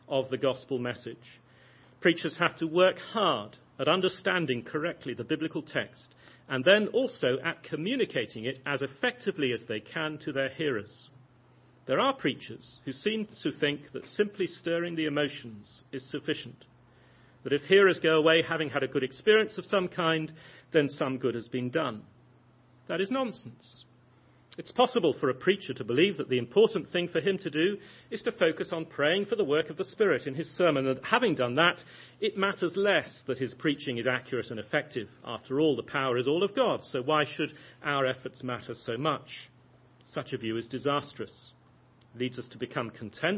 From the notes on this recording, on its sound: lecture at the 2011 Pastors' Academy Conference